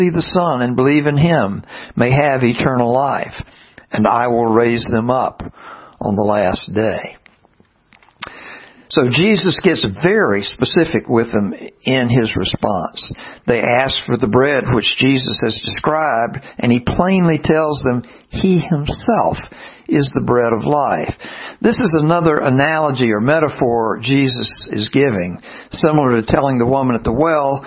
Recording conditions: large echoing room